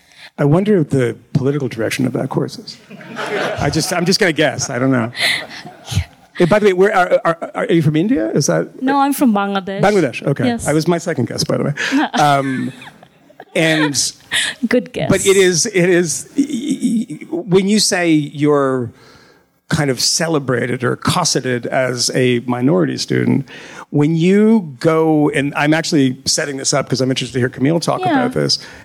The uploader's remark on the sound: Live in Philly. Talked to a room full of students at FIRE’s annual student conference in Philadelphia.